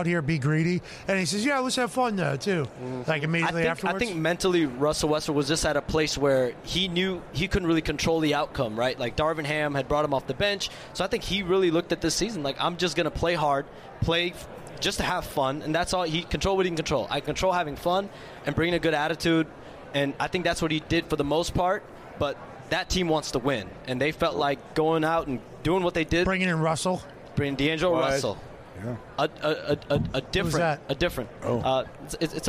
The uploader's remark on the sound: LIVE from radio row in BEAUTIFUL Phoenix Arizona, kicking off the Super Bowl week Friday!